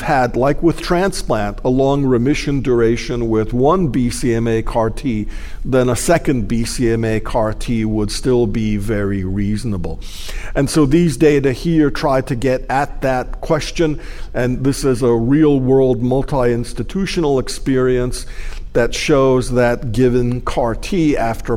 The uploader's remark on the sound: Find out by accessing this PeerView MasterClass and Case Forum event developed in collaboration with the HealthTree Foundation for Multiple Myeloma and recorded at the 2023 ASCO Annual Meeting.